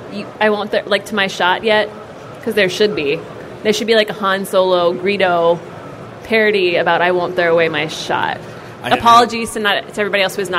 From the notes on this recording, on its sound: Star Wars Celebration Live. Were on hand at Star Wars Celebration Europe to do a live show. Take audience questions.